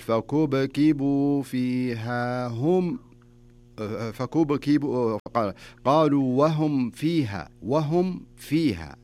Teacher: الميم الساكنة إذا جاء بعدها حرف الفاء نكمل الميم كاملة بدون إخفاء